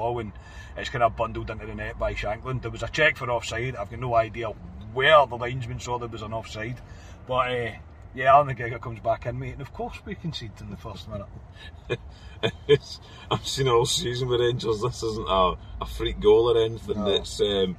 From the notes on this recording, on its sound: Last reaction from the car this season after leaving Ibrox.